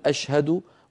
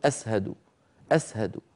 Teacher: يعني ما عنده بلغته، ما عنده شين، ليس في لغته شين، فأقرب حرف له يألفه ويرتاح إليه السين · Shown in: second take · فالشيخ يقول له أشهد، هو يقول أسهد.